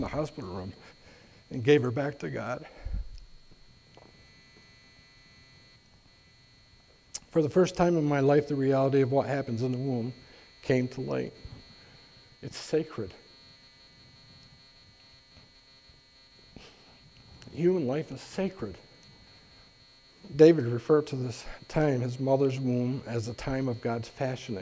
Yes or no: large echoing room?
yes